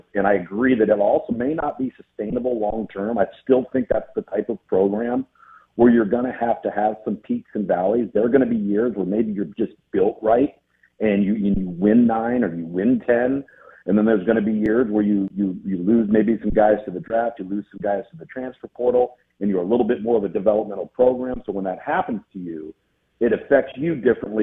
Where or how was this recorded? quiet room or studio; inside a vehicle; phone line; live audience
phone line